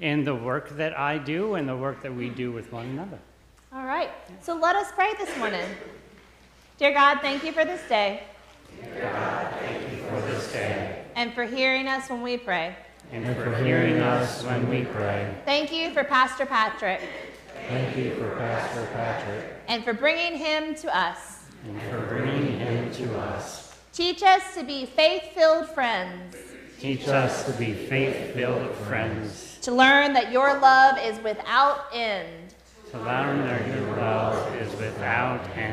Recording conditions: large echoing room